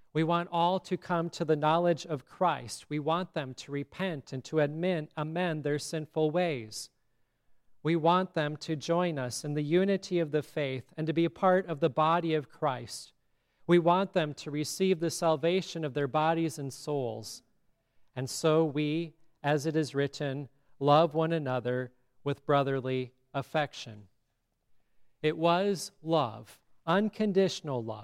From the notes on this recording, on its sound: Listen to the service at Grace Lutheran Church in Lexington